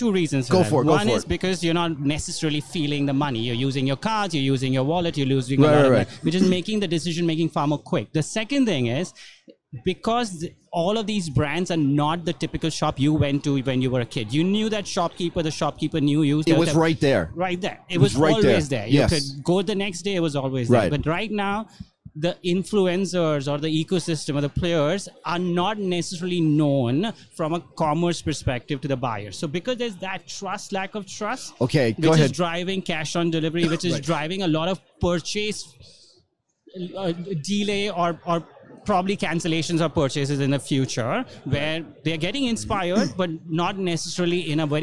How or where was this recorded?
busy venue